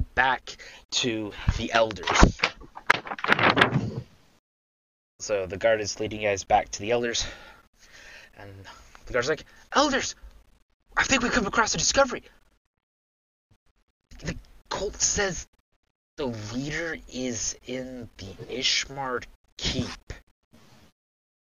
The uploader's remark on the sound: We are aware the audio is not consistent throughout please be patient with us as we get the audio better as the series progresses.